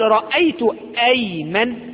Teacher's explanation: جاءت همزة ايمن في وسط الكلام فظهرت ايضا ونطقتها · Term: همزة قطع